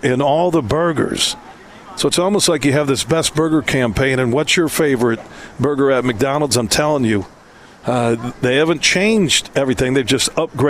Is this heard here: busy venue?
yes